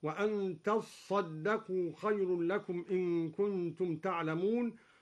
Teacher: أصلها تتصدقوا فأدغمت التاء في الصاد